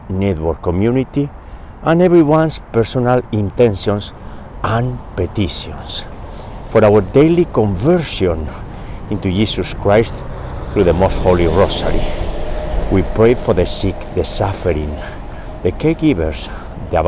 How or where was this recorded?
outdoors